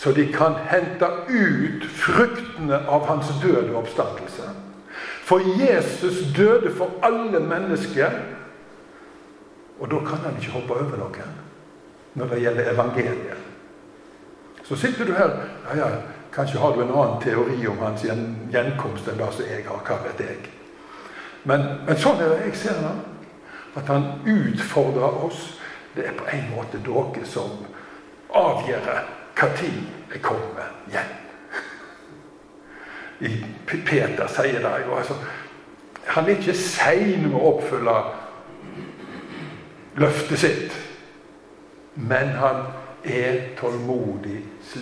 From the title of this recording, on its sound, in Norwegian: Tale i Zoar 29. oktober